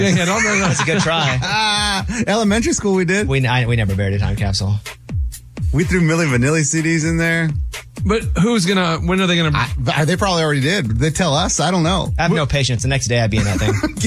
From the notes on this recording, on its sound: Two of their instructors call